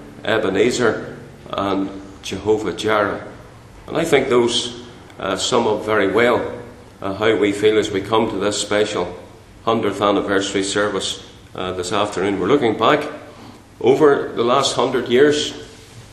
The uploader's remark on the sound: Chairman's remarks at the Centenary Conference in London at Westminster Baptist Church